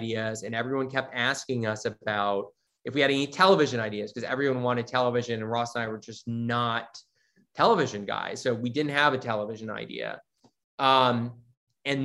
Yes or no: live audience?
no